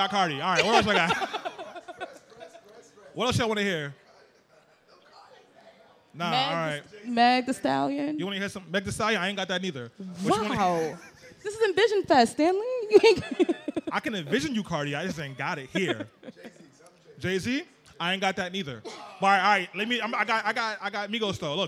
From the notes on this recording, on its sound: During a live podcast recording at ENVSN Fest, a two-day interactive summit in Brooklyn, NY that celebrates women of color.